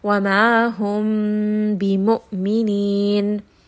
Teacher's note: instead of stopping at the Mim Sakin, you are going to hide this within the lips. · Term: Ikhfa